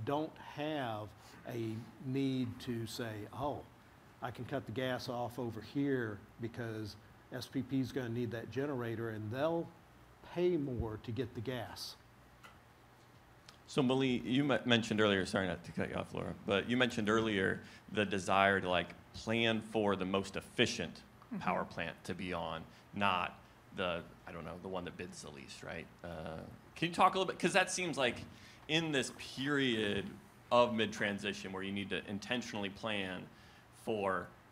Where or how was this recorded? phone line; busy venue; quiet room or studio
busy venue